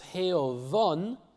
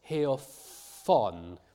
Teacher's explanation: I'm pronouncing the f in the middle of the word, the letter f, I'm pronouncing it as a v, a voiced sound. · Shown in: first take · Term: fricative voicing